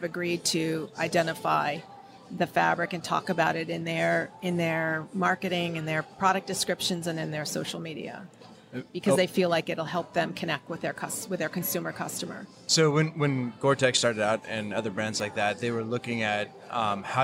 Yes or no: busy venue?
yes